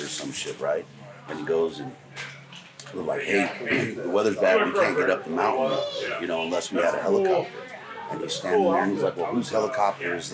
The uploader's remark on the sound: Live From Western Hunt Fest